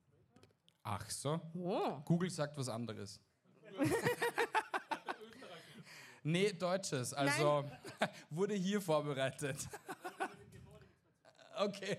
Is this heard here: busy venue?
yes